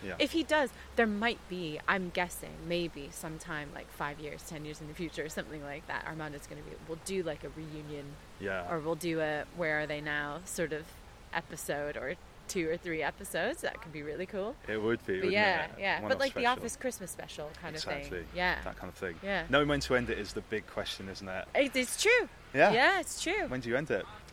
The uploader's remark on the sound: We had the funniest chat at Woodberry Wetlands, by the East Reservoir in Stoke Newington, London.